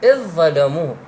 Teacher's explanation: يعني الذال تدغمها بالضاد وتلفظ الضاد بدلا عنها